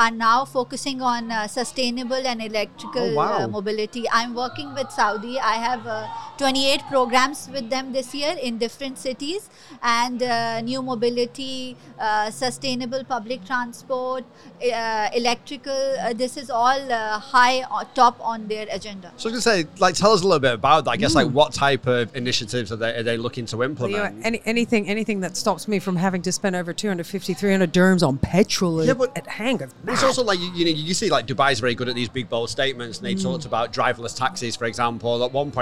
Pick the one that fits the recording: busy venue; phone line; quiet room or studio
busy venue